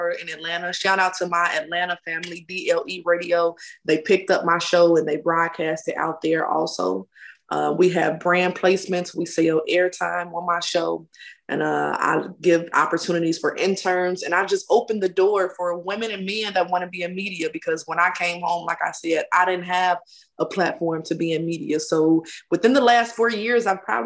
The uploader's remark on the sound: full zoom interview